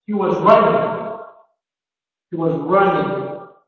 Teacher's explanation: the primary stress of the sentence that has only one peak is going to be running